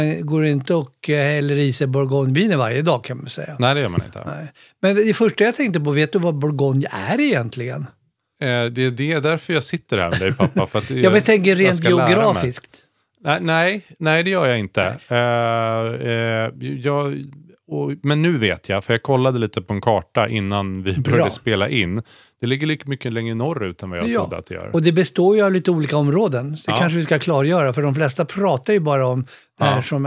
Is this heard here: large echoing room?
no